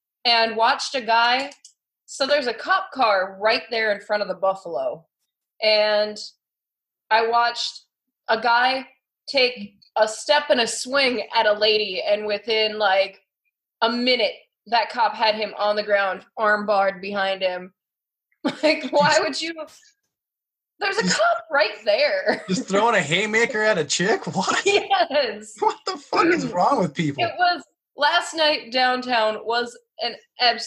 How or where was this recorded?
video call